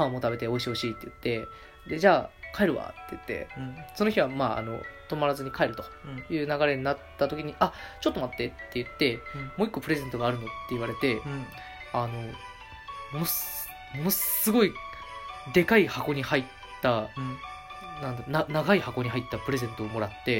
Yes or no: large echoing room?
no